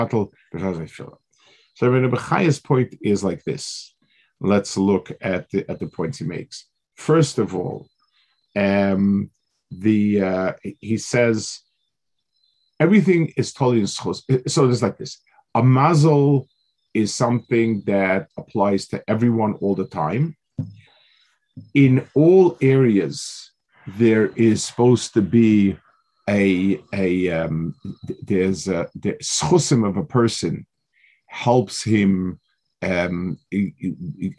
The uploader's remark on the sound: This shiur take place over Zoom on Motzei Shabbos.